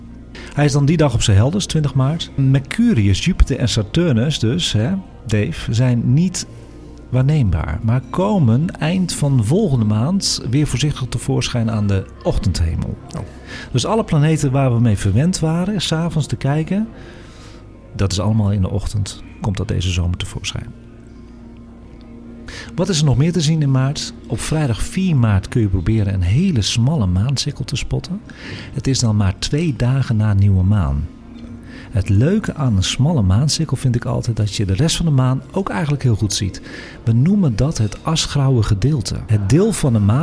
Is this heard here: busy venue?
yes